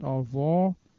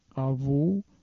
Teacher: The same phenomenon of open and closed vowels that affects the E also affects the O. There is an open O pronounced like the O of jaw, and a closed O pronounced like the O of soul.